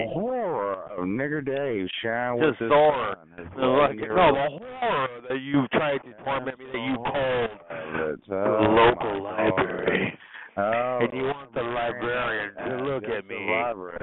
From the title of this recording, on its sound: Conference Call